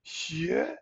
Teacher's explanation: by doing the xue, sort of moving to the ye, you kind of have to move the tone up, xue. And so you do this second tone without thinking, oh, I'm doing that syllable and then putting a second tone on it.